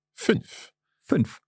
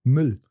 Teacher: when you make the sound E and then you just purse your lips forward. So you're going from E to U.